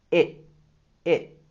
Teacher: En la palabra it's, vamos a utilizar el sonido stop T. Eso es cuando no vamos a dejar salir totalmente el aire cuando pronunciamos T, T.